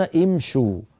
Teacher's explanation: فامشي وضعنا لها واو الجماعة فضمت الشين لمجانسة الواو بعدها، لم تقل العرب امشوا امشوا، هذا لا يصح، فيقولون امشوا بضم الشين لمجانسة الواو بعدها. إذن هذه الضمة ضمة عارضة، والأصل في الشين أنها مكسورة، لذلك نبدأ بها مكسورة الهمزة فنقول امشوا.